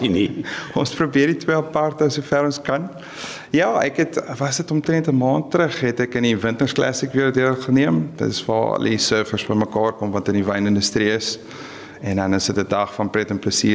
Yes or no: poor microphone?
no